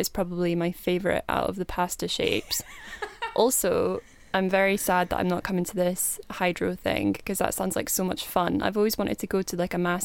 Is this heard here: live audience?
no